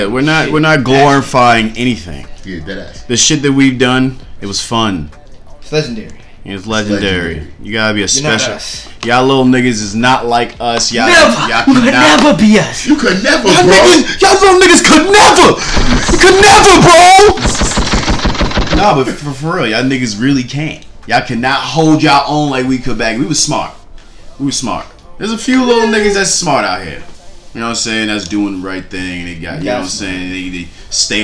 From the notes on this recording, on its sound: WE RAN INTO SOME ISSUES WITH THE CAMERA MICROPHONE